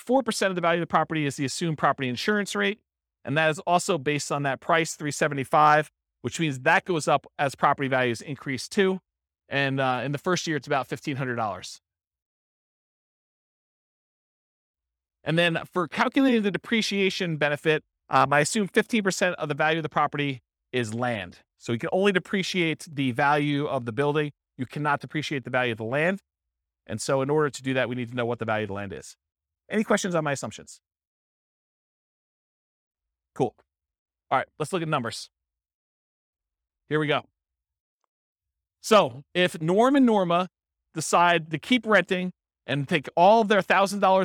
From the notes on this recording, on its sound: This was a live class recorded